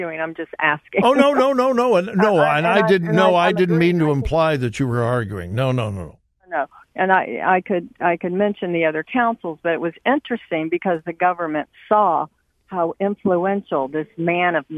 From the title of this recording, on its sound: Open Phone Friday